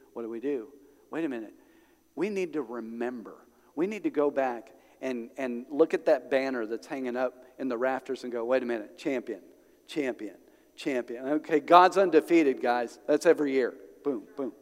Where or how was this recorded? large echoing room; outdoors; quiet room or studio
large echoing room